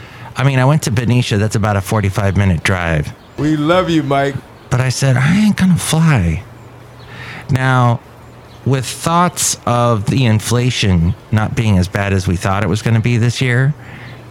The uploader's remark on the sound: podcasts live from Café Anyway